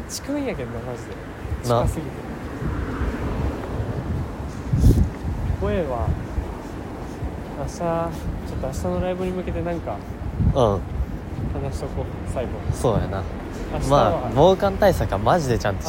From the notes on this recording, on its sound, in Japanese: 京葉線 #幕張。思ったよりも車通りが多くて雑音が混ざっていますが。